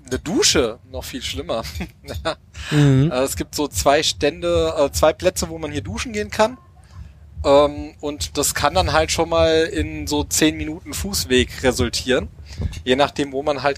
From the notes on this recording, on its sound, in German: Live vom CCCamp 2023 aus Mildenberg in Brandenburg.